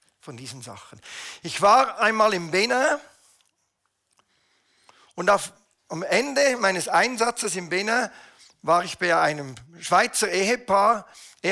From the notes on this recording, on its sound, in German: Eine Predigt der BewegungPlus Burgdorf